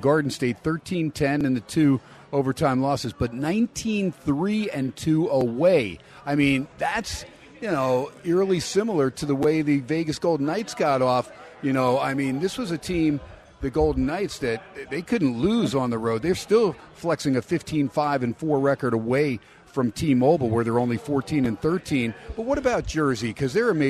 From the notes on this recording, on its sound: "Live" from #PSBRlaw Studios in Las Vegas it's #HumpDayHappiness at Steiner's Pub with SportsXradio